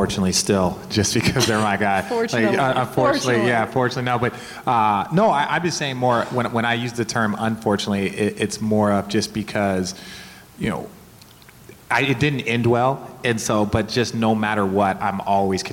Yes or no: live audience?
yes